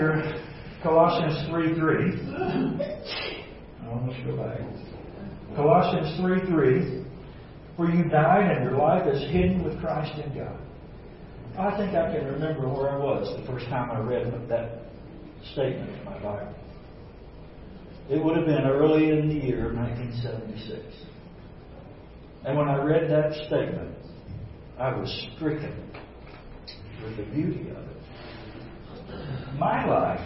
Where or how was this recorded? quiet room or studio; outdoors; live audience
live audience